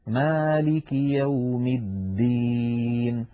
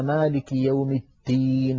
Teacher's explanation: يقول كثير من إخواننا مالك يوم التين، فتجد بأنه يعني يخلطون بين صوت الدال والتاء